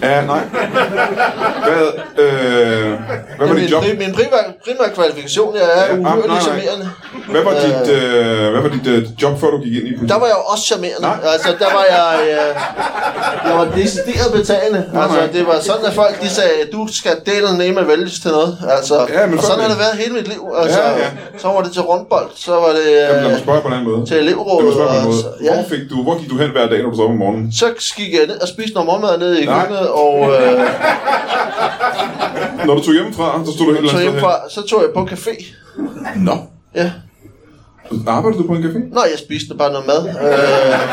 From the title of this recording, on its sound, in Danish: LIVE fra Chase i Roskilde